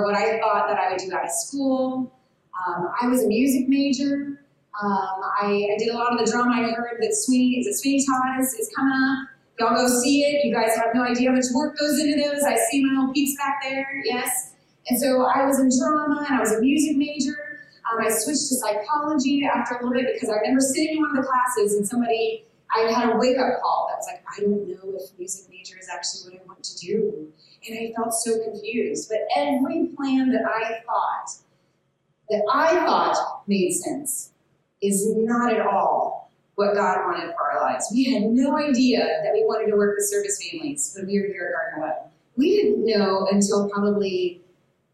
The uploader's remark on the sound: Giving a talk at our old stomping grounds where we first met- Gardner-Webb University. The sound on this one is a bit different because it was recorded in a different place and format.